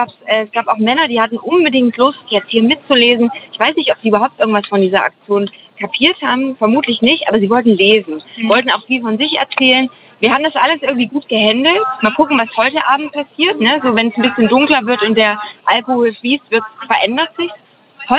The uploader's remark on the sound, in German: Live Reportage vom Markt. In dieser Live-Reportage vom Leipziger Markt. Dieser Beitrag entstand live im Rahmen des Radiofestivals zum Leipziger Frauen*Festivals 2021. Bei Radio blau.